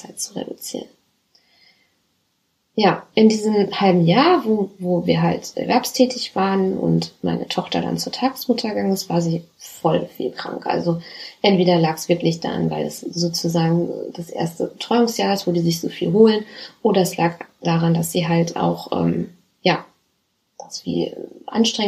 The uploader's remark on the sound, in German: Hatte es nicht gecheckt, dass mein Mikro nicht steckt. Hier ist eine recht schlechte Aufnahme mit dem internen Mikro.